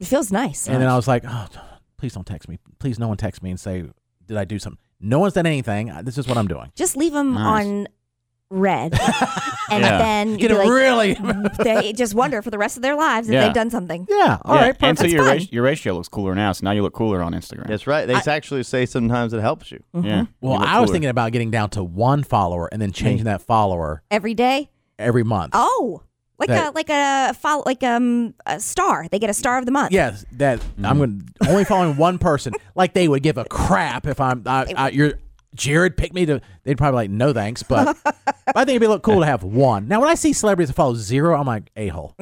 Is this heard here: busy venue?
no